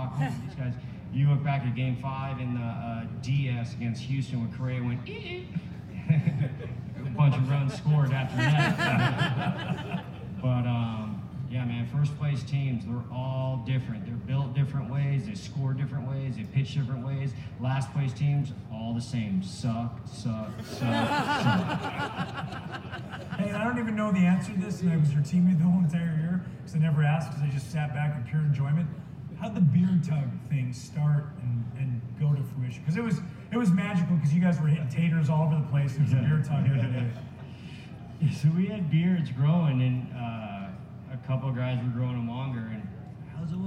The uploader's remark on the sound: Day 3 coverage of Innings Festival 2020 from Tempe Beach Park, Arizona